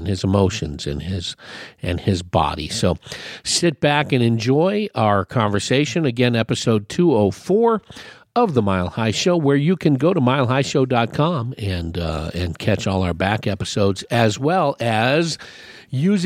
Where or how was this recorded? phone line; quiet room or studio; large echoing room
phone line